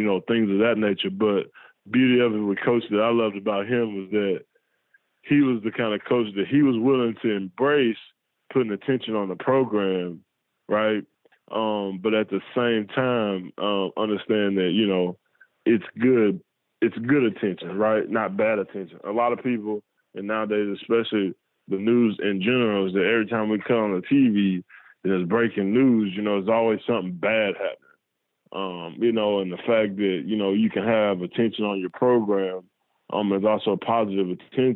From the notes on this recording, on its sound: On the Modern Woodmen phone line.